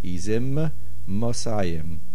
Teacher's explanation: Izim ends with a Mem, and Mosayim begins with a Mem. The tendency is if you say it quickly, you will swallow one Mem. So these words have to be said slowly and clearly.